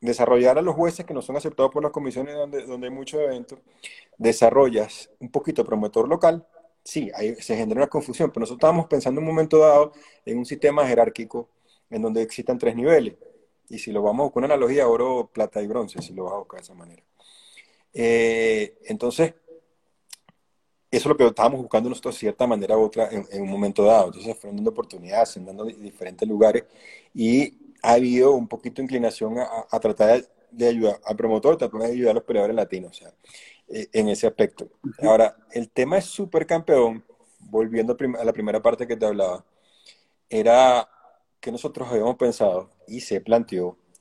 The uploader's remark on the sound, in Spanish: Aprovechó la cuarentena para, desde Colombia, hablar de todo.